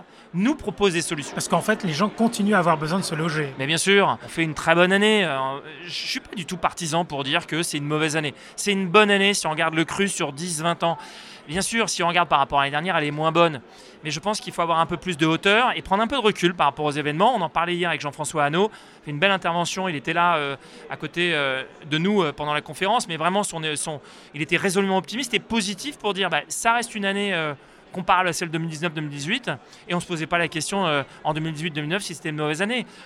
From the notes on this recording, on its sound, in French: Ce podcast a été enregistré à Immo, le congrès de la FNAIM à Paris, les 4 et 5 décembre 2023.